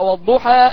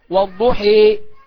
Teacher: يبقى عندنا الفتح في اللفظ ضده الإمالة